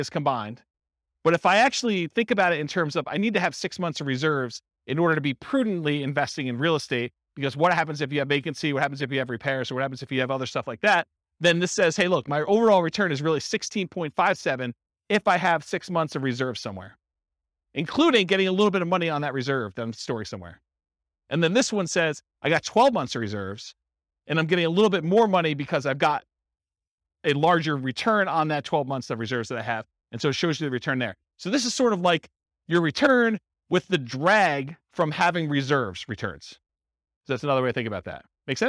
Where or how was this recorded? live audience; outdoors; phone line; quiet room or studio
live audience